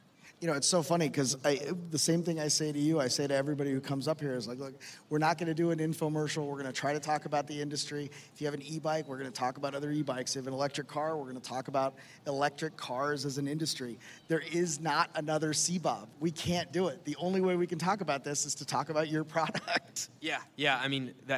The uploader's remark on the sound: LIVE from LONG BEACH. Live episode.